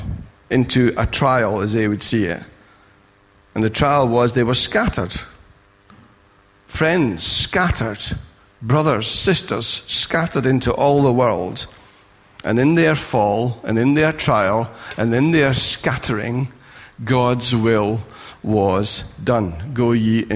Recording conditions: large echoing room